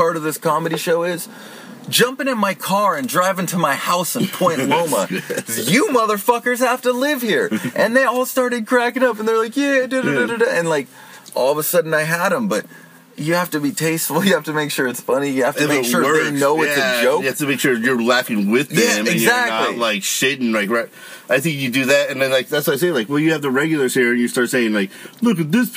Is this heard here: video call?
no